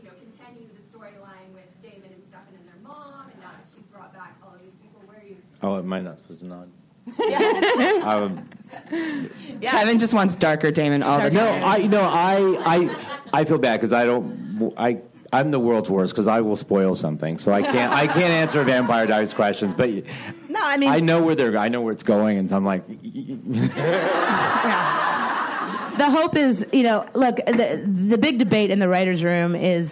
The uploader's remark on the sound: Recorded at ATX Television Fest in June 2015.